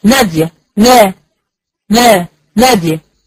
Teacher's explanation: لما تبقى متحركه بتبقى الغنى انقص ما يكون، مش واضحه خالص